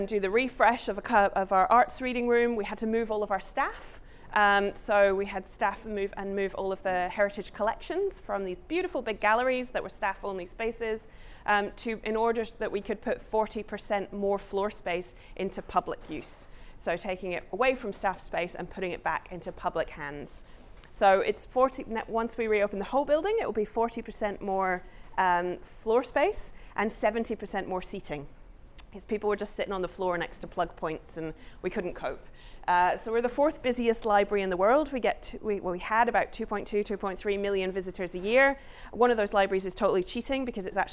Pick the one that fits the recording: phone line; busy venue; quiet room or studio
busy venue